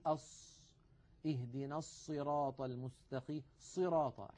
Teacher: عند الصاد تجده يضم ويزم شفتيه إلى الأمام، لا أدري لماذا، وهذا موجود، وبعض الناس يظنه من حسن التلاوة وينبه عليه ويتعمده ويعتبره هو الصواب في نطق الصاد. · Term: استعمال الشفتين